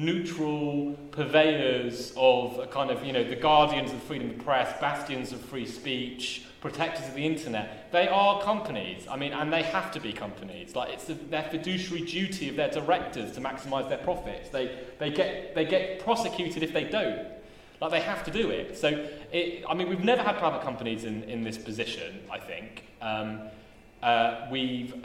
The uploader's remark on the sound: This O3C Seminar Series event was recorded March 15, 2019, at Loughborough University